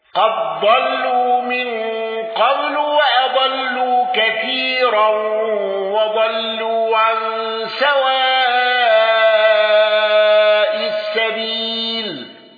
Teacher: قل يا أهل الكتاب لا تغلوا في دينكم غير الحق ولا تتبعوا أهواء قوم قد ضلوا من قبل وأضلوا كثيرا وضلوا عن سواء السبيل. الأزرق بالإشباع وترقيق الراء في الموضعين